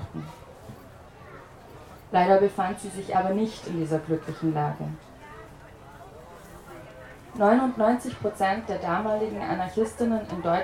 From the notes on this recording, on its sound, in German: Gelesen auf dem Holzrock Festival in Schopfheim.